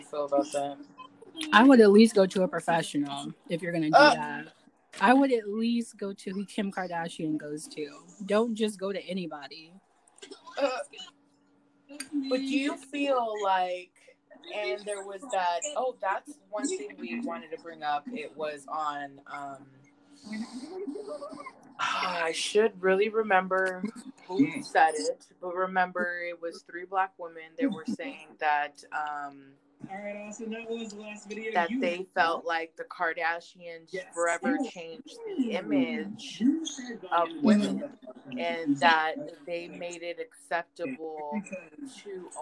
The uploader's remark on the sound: disregard the audio Anchor has been acting up and not allowing me to edit